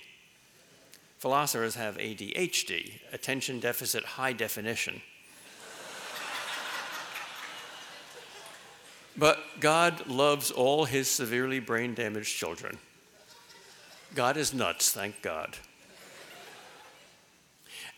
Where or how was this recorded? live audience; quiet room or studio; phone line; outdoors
live audience